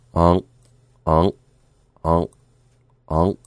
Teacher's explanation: We're going to sustain the NG sound and then raise our soft palates to clip off the nasal sound with a K. Now, we're not going to bother to release the K, just stop the air.